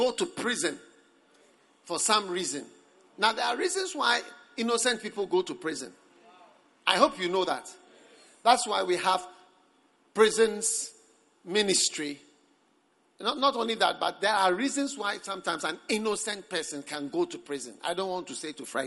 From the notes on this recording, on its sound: Preached at the Prophetic Encounter Service.